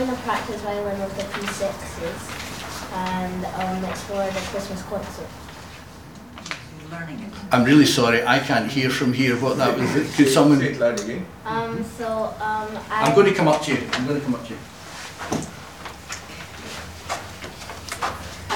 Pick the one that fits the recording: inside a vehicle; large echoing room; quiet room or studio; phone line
large echoing room